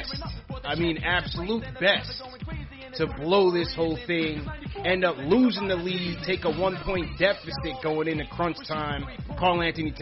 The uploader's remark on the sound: Post Game Show | Highlights & Callers. Take phone calls from fans around the world.